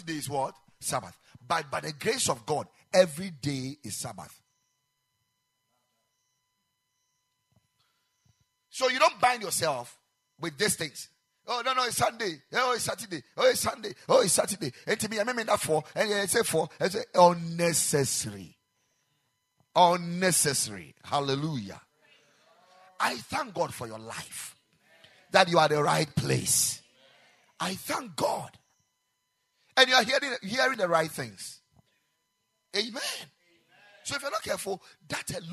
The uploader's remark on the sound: Preached at the Ekklesia Chapel